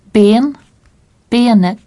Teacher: L'accent 1 se caractérise par une baisse de la voix entre le milieu de la voyelle accentuée et la fin du mot. Ben, benet.